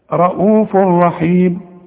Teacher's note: يبقى ادغام كامل بدون غنة